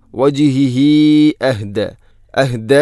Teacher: അല വജിഹിഹി അഹ്ദ, ഹ ഉള്ളമീറിന് ശേഷം ഹംസ വന്നാൽ മദ് മുൻഫസ്സിൽ പോലെ നീട്ടണം, നാലോ അഞ്ചോ ഹർക്കത്തിന് തുല്യമായിട്ട്. സുലത്തു തൊവീല, അപ്പോൾ വജിഹിഹി അഹ്ദ അഹ്ദ അമ്മൻ.